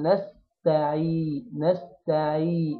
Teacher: فهنجيب العين المكسورة كويس ونمد الياء حركتين